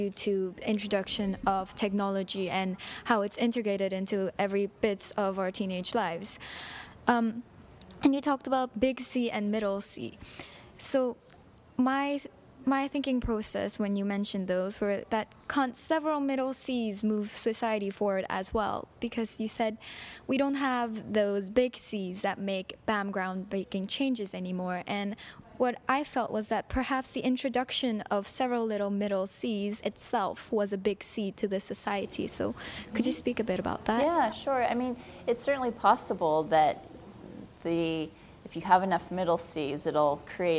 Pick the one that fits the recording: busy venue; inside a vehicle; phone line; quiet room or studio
busy venue